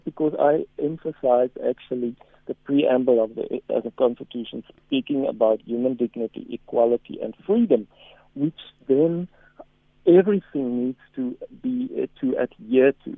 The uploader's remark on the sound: Guest on the phone